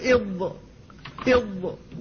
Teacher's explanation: من بين جانب اللسان والأضراس، فتخرجه من هذا المكان، ويستطيل أن يمتد إلى أن يصل إلى مخرج اللام · Term: الاستطالة